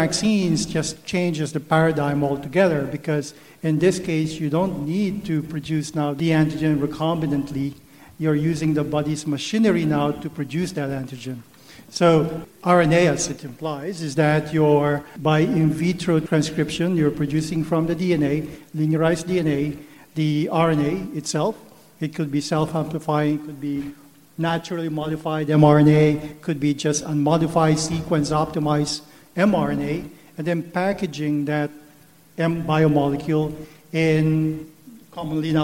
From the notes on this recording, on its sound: This panel discussion recorded at the 8th annual Partnership Opportunities in Drug Delivery (PODD) conference.